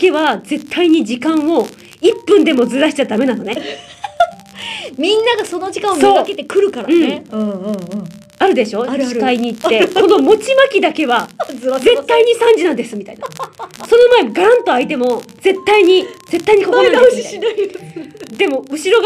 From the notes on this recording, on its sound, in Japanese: なぜか、マイクの調子がわるくノイズが入ってしまいました。なんとか聞ける部分のダイジェスト版です。